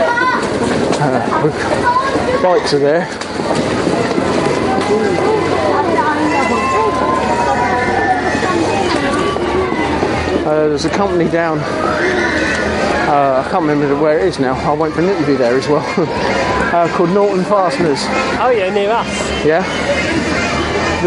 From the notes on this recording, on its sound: we brave the awful weather to see Olympic Torch make it's way through The Garden City, for the Cambridge to Luton leg of the London 2012 Olympic Torch Relay.